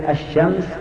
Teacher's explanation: فتجد أن ال في الشمس مدغمة بالشين